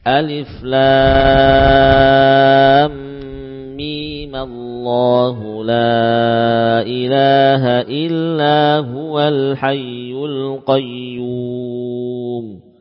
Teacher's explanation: huruf mim yang tadi kita baca dengan 6 harokat ketika disambungkan bisa dibaca dengan 2 harokat